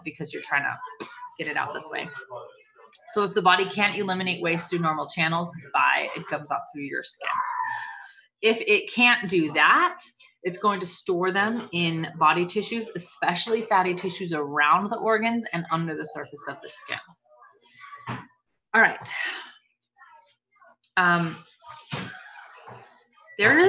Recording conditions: background noise